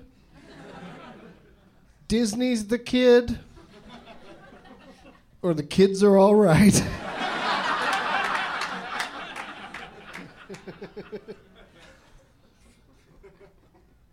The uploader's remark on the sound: Live from Go Bananas in Cincinnati